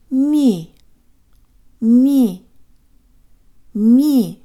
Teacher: Draw slightly forward, tip of the tongue behind the bottom teeth, lips rounded and protruded.